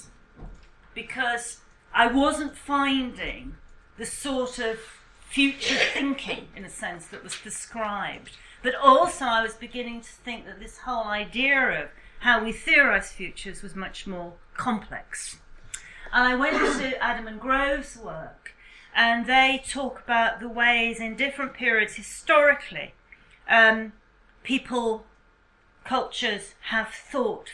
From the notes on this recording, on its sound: speaks at SRHE Joint Network Event